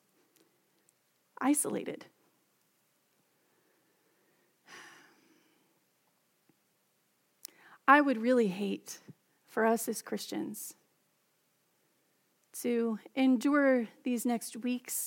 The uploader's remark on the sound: Message delivered during the Contemporary Service.